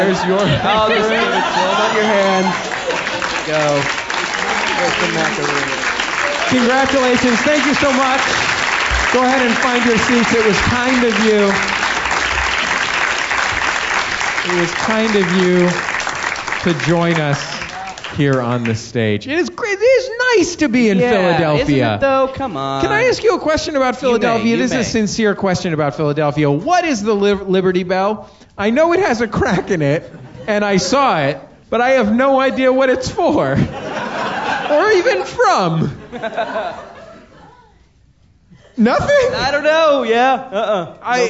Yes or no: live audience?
yes